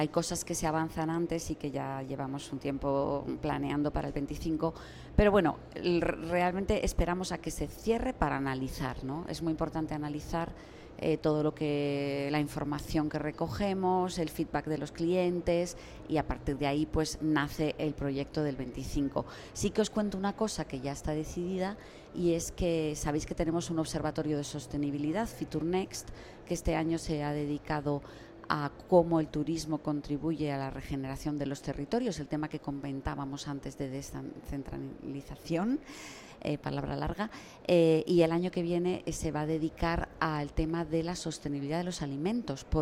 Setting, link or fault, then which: setting, busy venue